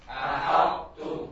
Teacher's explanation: kalimat ahattu dibaca dengan tetap memberikan sifat itbaq, menyisakan sifat itbaq.